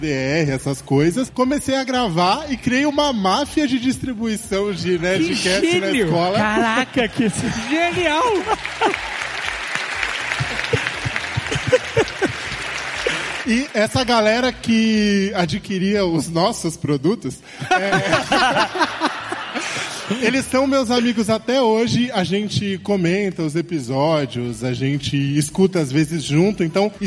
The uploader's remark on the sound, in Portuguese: Ao vivo no Spotify Podcast Festival